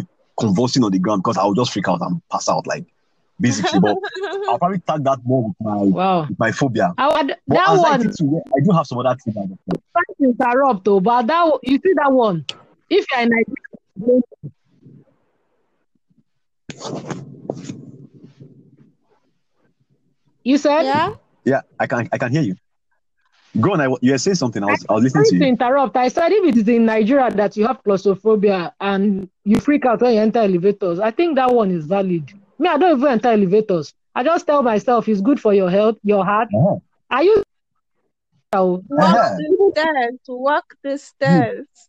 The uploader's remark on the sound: Our Village people network acts up again. Please forgive all the glitches and side talk. Via VPN=Village People Network.